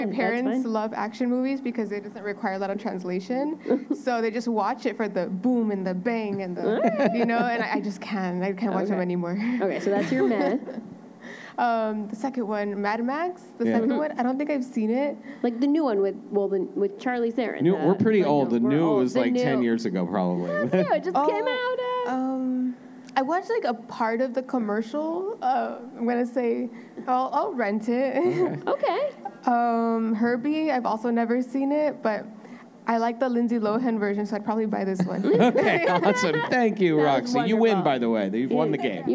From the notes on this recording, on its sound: As part of University of Arizona’s SXSW Movie Night night. In front of a packed live audience.